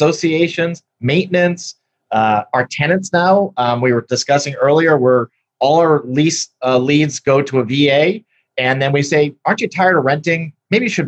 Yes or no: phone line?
no